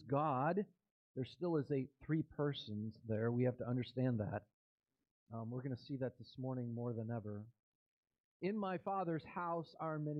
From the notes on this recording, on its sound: This recording starts at the 1:45 mark. I apologize for the delay.